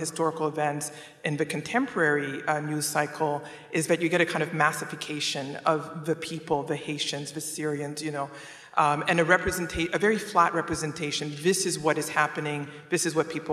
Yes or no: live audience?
yes